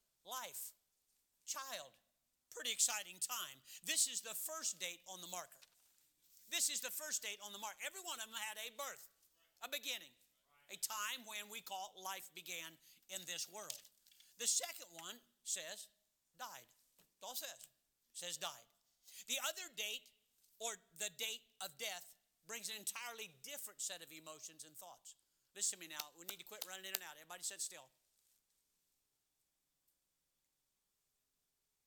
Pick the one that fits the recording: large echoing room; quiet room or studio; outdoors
large echoing room